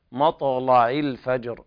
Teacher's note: حتى مطلع الفجر، هنا اللام ترقق في كل القراءات على رواية ورش فتغلظ اللام لأنها وقعت وقبلها طاء مفتوحة